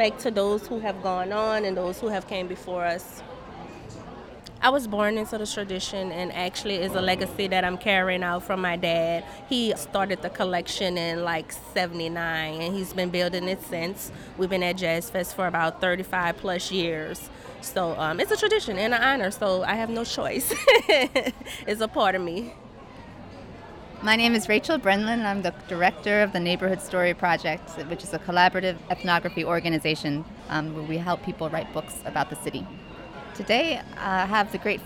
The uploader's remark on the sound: a special postcard from the festival grounds